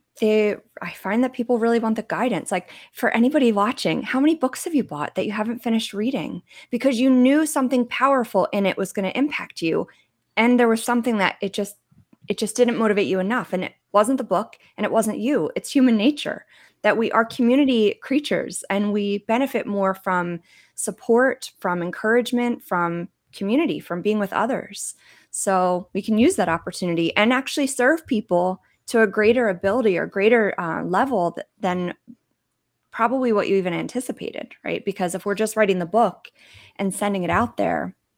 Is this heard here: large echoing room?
no